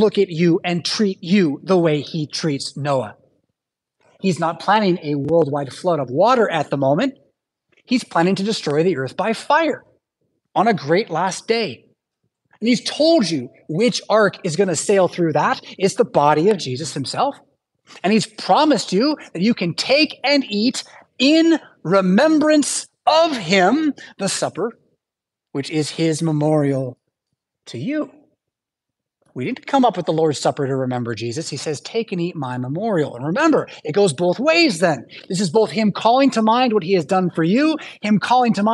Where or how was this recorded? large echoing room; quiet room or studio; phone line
large echoing room